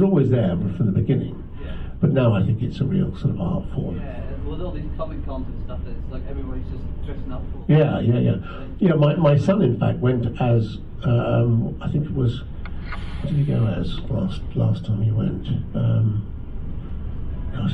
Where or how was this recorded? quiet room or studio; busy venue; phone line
busy venue